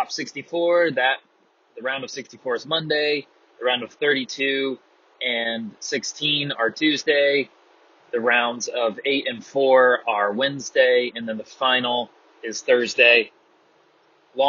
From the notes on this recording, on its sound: Pardon the horrendous sound quality. Sometimes you're just driving down the road with headphones.